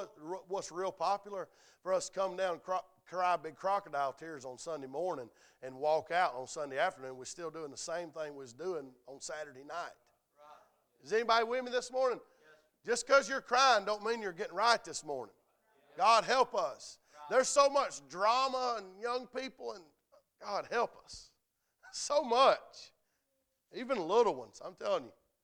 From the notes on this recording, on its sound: A message preached at Crossroads Christian Academy's Chapel Revival